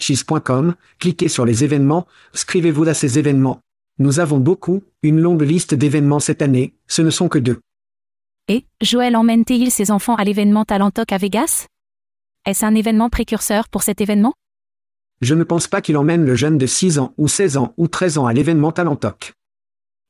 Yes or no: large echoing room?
no